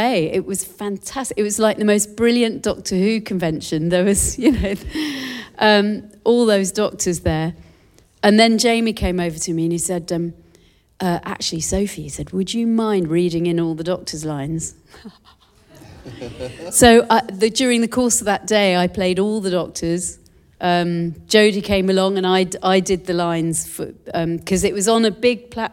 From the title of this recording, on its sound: Live in Sydney - 13th May 2023